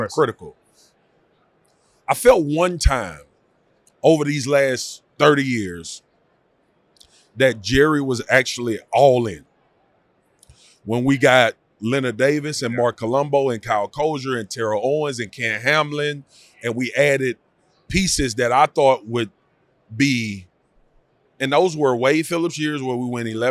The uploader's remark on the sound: From Radio Row.